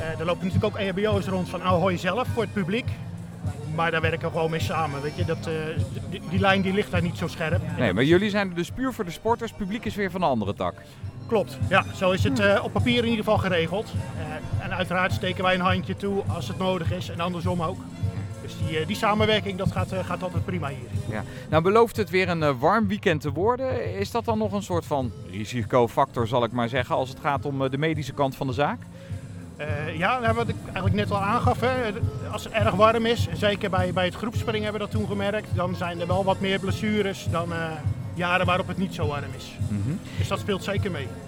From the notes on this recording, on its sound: Een speciale aflevering van Turnpunt, opgenomen tijdens de podiumtraining in Ahoy, aan de vooravond van het NK. Een enorm evenement: veel turnsters en turners, veel verschillende disciplines, veel publiek.